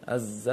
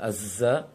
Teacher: zai punya sifat jahar, jangan ditiupkan angin ketika mengucapkan zai · Shown in: first take · ditahan suara anginnya ketika mengucapkan zai.